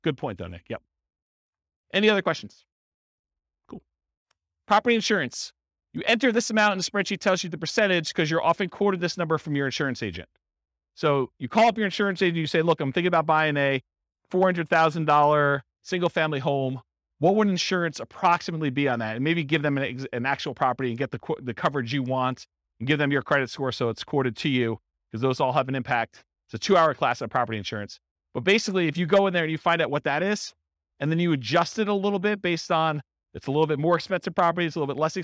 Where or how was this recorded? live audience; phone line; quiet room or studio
live audience